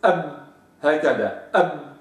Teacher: فالباء أسفل باطن شفة السفلى مع الشفة العليا أب هكذا، وهي حرف شديد لا يمكن أن آتي به دون أن أضع همزة وصل قبله